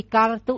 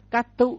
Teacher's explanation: Ví dụ car cộng với tu thì ở đây mình thấy này, thứ nhất á, là phụ âm cuối của trực tiếp vị ngữ bị đồng hóa, cho nên là r bị đồng hóa thành chữ t · Shown in: second take · cho nên là thay vì car tu đổi thành là cát tu là người làm.